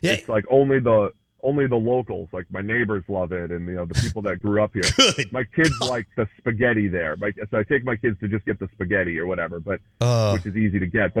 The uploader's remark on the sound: Live in the BankPlus Studio. On the Farm Bureau guest line.